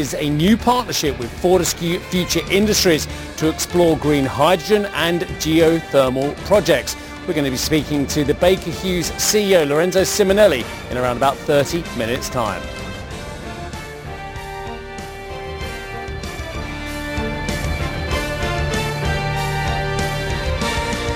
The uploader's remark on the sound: we are live at the annual Baker Hughes meeting in Florence.